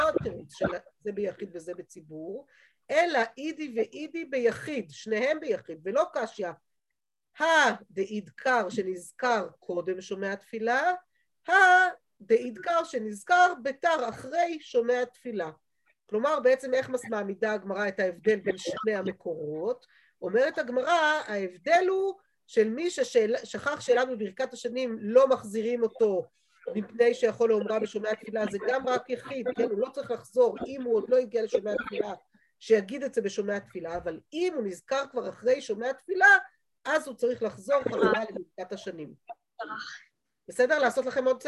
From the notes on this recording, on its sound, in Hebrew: שהועבר והוקלט בזום עם תלמידות מדרשת שחרי.